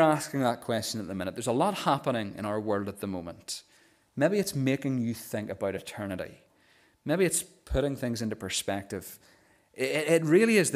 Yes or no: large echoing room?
yes